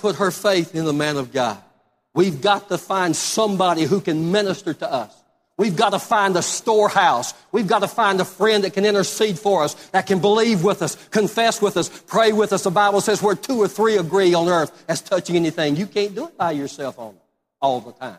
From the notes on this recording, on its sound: Live Service.